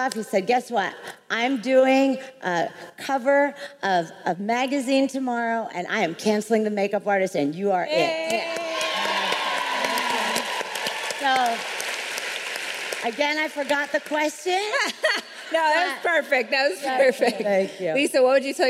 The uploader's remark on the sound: LIVE! at RISE Minneapolis. Sit in on one of our AMAZING panels from RISE Minneapolis.